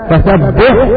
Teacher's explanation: نجد أن الحاء من وسط الحلق والهاء من أقصى الحلق، ولكن مع ذلك لا بد من الإظهار، لأن البعض يقرأ الحاء مشددة ولا يظهر الهاء، ولكن تنطقها هكذا فسبحه تظهر الحاء من الهاء.